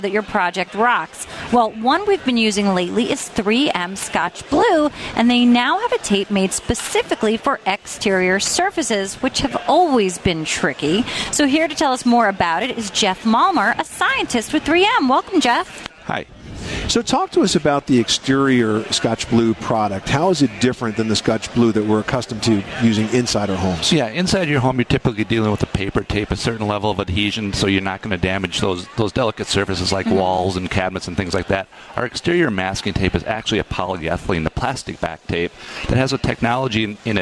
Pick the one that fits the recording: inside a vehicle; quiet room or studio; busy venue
busy venue